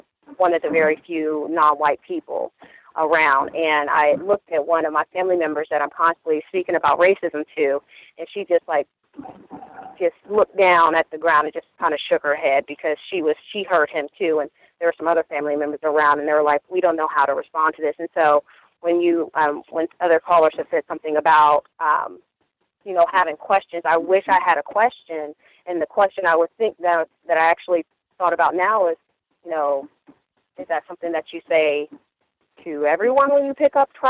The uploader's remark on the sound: The Context of White Supremacy hosts the weekly Compensatory Call-In. We encourage non-white listeners to dial.